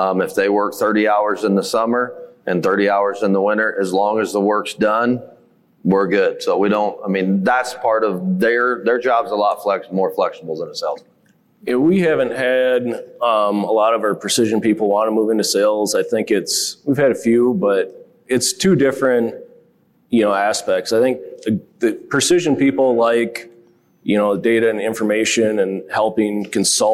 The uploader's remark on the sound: 4 of the top minds in the industry share the mic for a special Most Valuable Dealership panel discussion. On stage at the 2023 Precision Farming Dealer Summit.